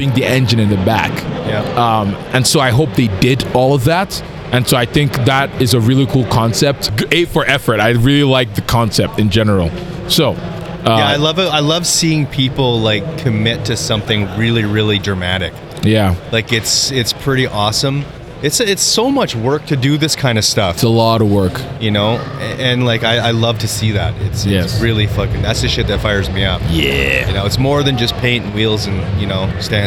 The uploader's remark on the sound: Driven Show Live. Live at the Driven Show Calgary.